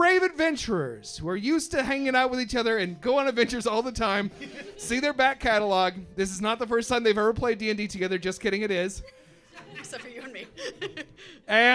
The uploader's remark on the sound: We thought we’d give you an audio taste of our new live show at Lincoln Lodge theater in Chicago!